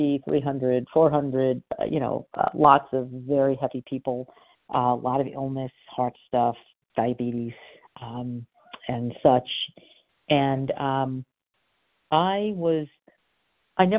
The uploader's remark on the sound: from the 100 Pounders Phone Meeting